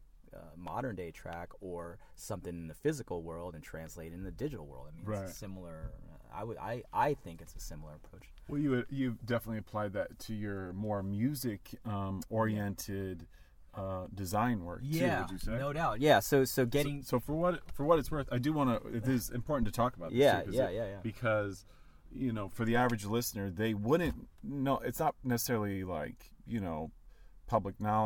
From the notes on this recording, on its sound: We caught up quite literally while on the run in San Francisco, so apologies for any audio rawness here.